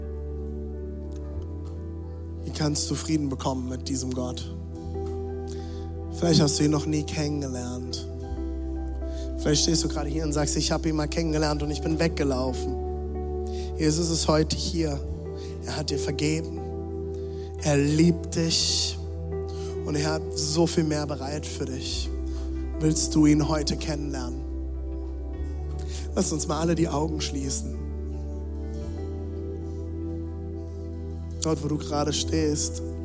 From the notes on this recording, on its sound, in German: Zeal Church Leipzig. Audiomitschnitt der Predigt.